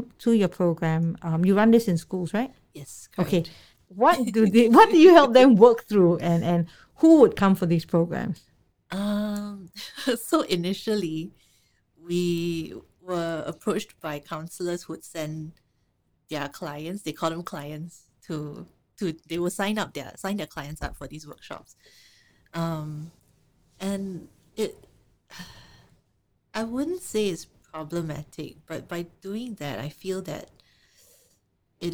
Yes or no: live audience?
no